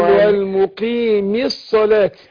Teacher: هنا الياء بتاعت المد بتاعت المقيم بتسقط عشان التخلص من التقاء الساكنين، فهو المقيم مي الصلاة تسقط الياء.